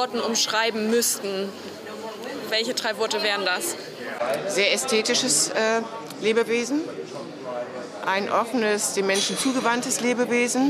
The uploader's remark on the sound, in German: Der Podcast wurde im Zuge des CHIOs in Aachen im Juni 2023 aufgenommen.